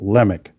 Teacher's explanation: Well, I'm inclined to call it Lamech, but it's supposed to be Lamech. It's the emphasis on the first syllable, Lamech.